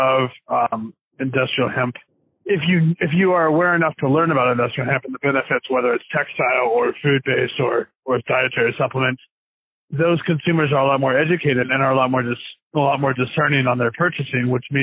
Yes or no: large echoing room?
no